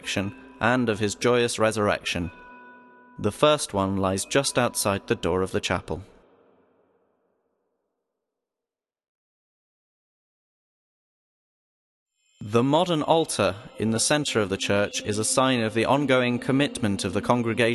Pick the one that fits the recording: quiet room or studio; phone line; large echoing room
large echoing room